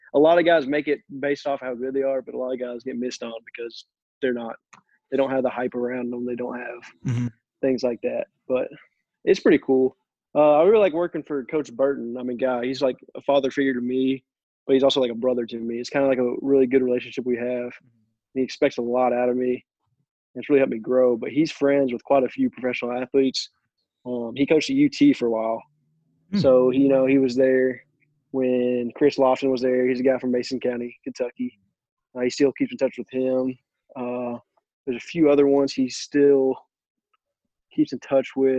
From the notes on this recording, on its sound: Had a nice zoom call.